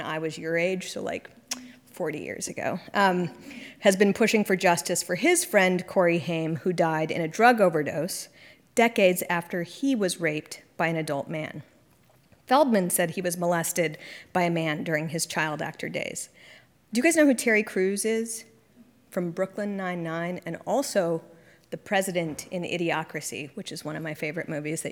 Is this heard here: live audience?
yes